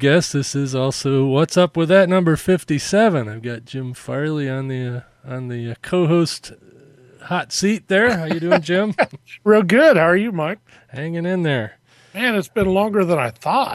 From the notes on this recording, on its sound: A mobile podcast for the first 2 segments. While driving around Traverse City running errands.